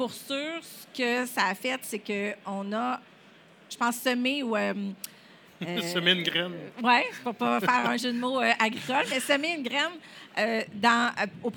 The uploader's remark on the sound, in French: Le Son de la Terre au Salon de l'agriculture.